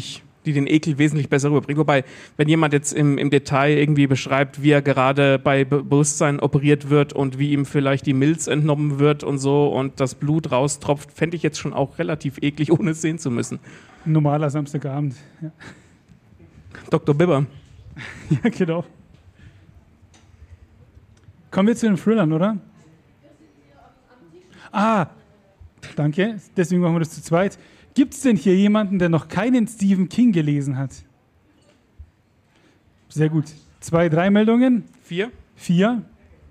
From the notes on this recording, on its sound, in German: LuLL Live bei der Podcast Brause am 7. Juni 2023.